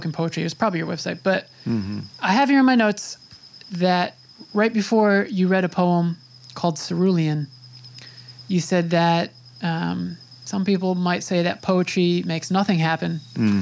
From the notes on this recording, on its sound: His home in Sag Harbor. We recorded outside in the elements.